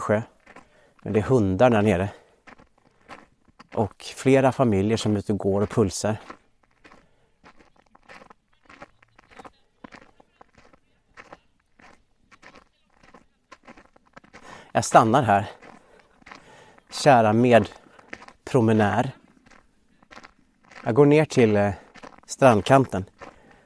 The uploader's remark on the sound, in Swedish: det knastrande ljudet från hans steg på snön